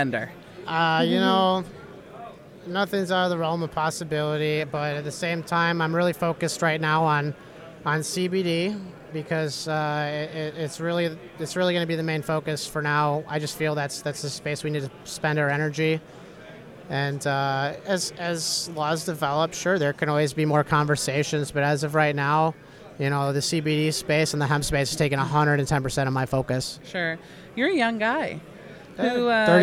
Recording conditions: busy venue